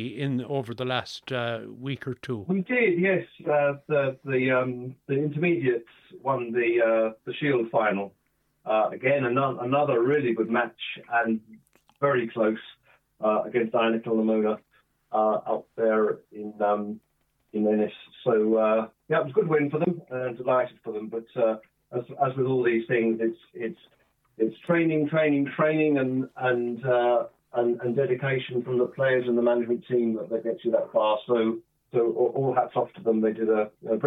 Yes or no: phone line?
yes